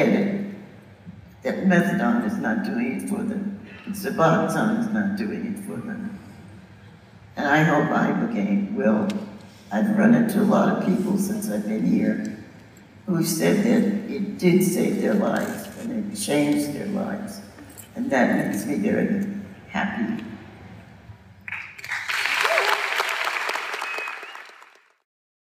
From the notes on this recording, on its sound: 2023 MAPS Psychedelic Science conference. This episode features audio clips from the closing ceremony. An in-person interview.